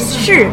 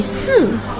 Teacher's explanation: in Shanghai, I feel like they mostly just say the S, not the SH. · Shown in: second take